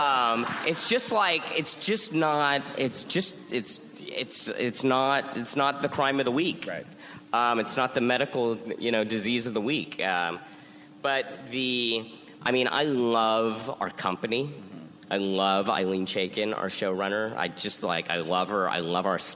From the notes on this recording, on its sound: Recorded at ATX Television Fest in June 2015.